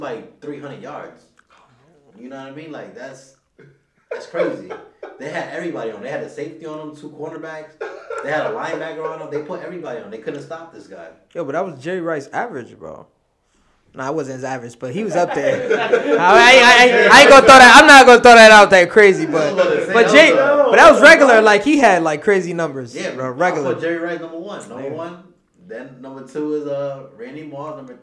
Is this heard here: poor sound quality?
yes